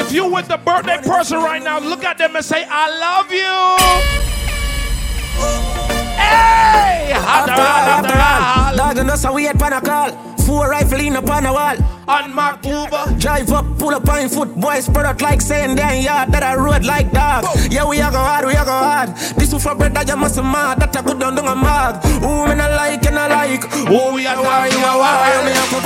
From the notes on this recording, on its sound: International Brunch Series Live At Polygon